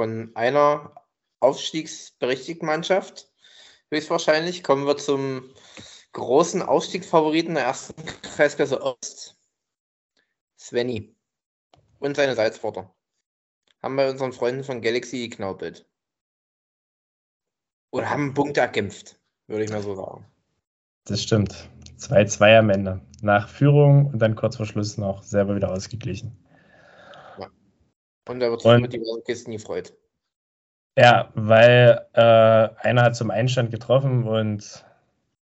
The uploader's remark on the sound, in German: Wir haben eine späte, übermüdete und digital aufgezeichnete Folge gemacht. Auch digital aufgezeichnet, mit allen Problemen, die es mit sich bringt, aber dafür war es doch solide.